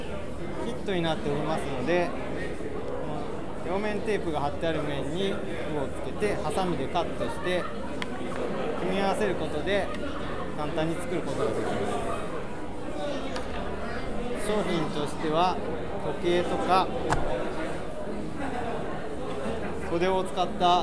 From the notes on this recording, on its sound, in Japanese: 特別編 FRAT#4会場より。東京天王洲アイルにて開催されました文房具雑貨の合同展示会FRAT#4の会場の模様をお届けします。